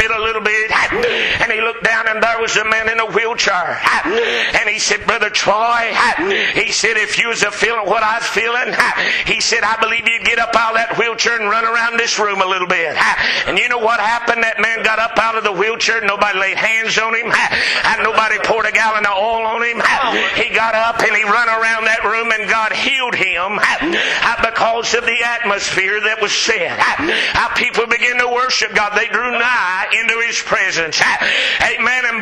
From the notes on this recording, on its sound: Preached at McCoys Chapel